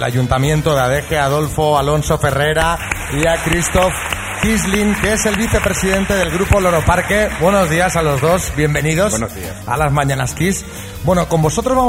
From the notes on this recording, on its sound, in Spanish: Las Mañanas KISS en directo desde MADRID. Este jueves hemos estado disfrutando en directo de la compañía de todos los oyentes que he han acercado al Caixaforum de Madrid para disfrutar del show que hemos tenido en directo.